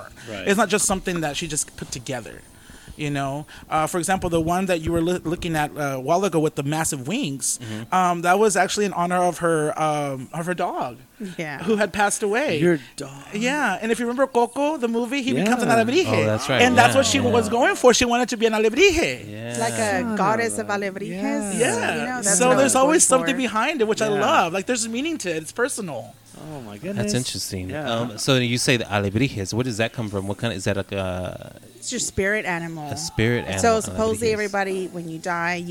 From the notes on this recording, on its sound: On location from Whiskey River Saloon.